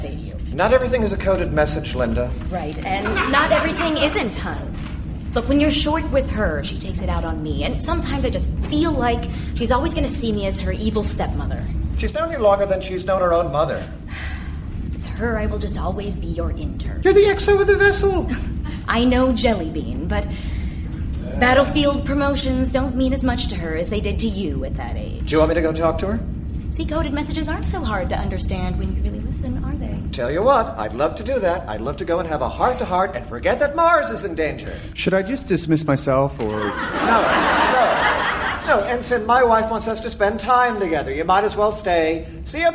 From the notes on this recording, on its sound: Recorded Live 8/6/2011 at Largo, Los Angeles.